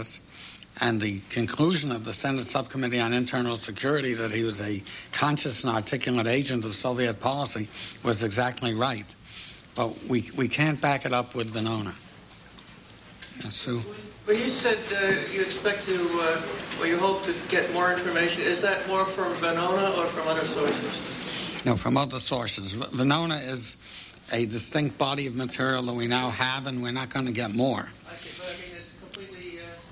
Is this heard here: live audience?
yes